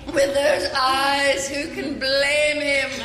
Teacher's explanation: some of the words, like the syllables, get drawn out, like the way you say eyes, blame, even teeth in this clip